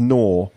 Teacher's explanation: Well, it's G-N-A-W. Yeah, you don't pronounce the G.